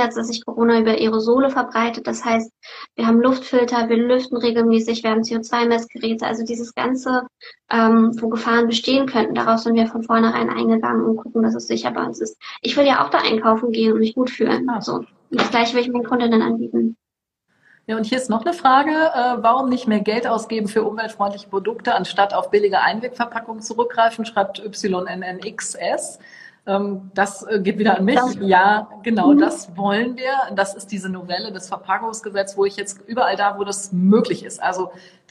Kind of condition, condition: link, video call